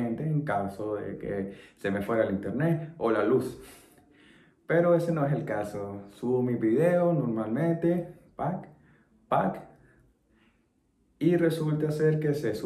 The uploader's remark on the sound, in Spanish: El video fue editado con capcut grabado con un iphone 11.